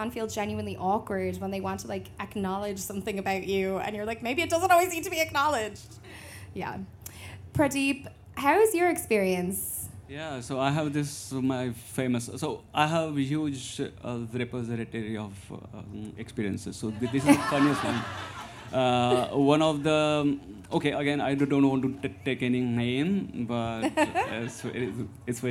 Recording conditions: live audience